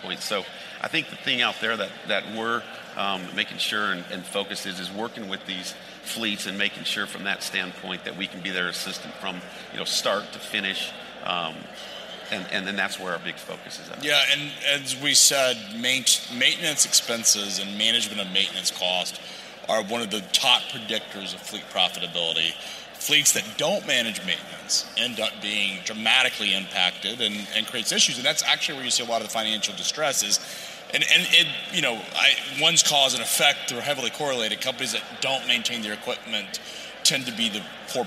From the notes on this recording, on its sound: on the set of FreightWaves LIVE in Chicago